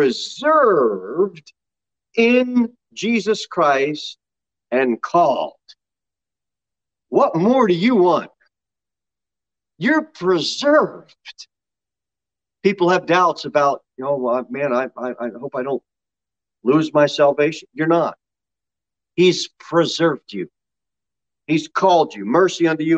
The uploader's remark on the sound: Sermon delivered at Pilgrim Baptist Church on Thursday, March 3, 2022, at 6:15 pm.